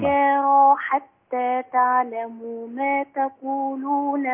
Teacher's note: وأنتم سكارى حتى تعلموا الراء مفخمة